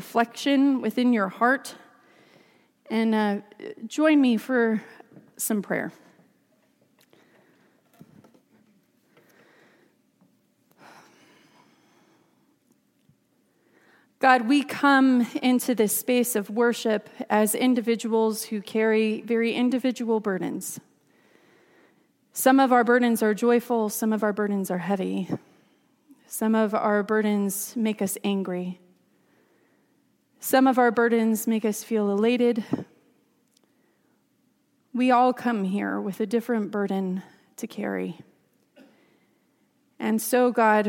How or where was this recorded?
large echoing room